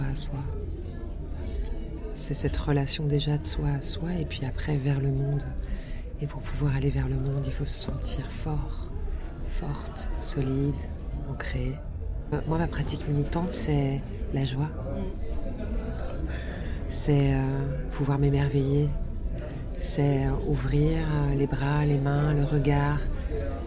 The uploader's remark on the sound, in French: Hors-série au Tri Postal - Balade sonore. Dans le studio éphémère du Tri Postal à la soirée Guérillères et Insoumuses. S’est baladée avec un enregistreur de stand en stand.